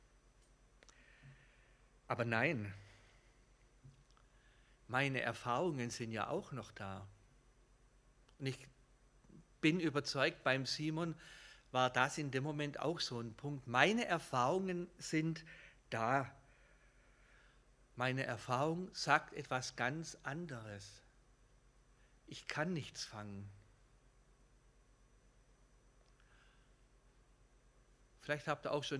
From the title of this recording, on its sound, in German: Gottesdienst